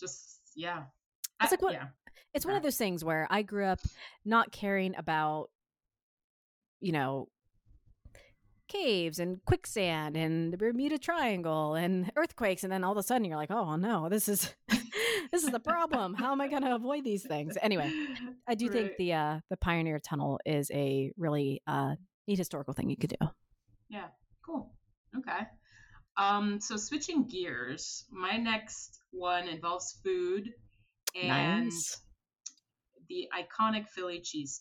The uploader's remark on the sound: For some reason, we had really awesome audio issues for this episode, so we apologize in advance.